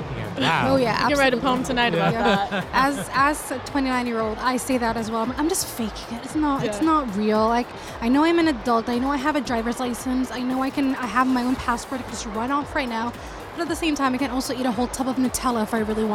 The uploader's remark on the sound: Live at SIBF 2023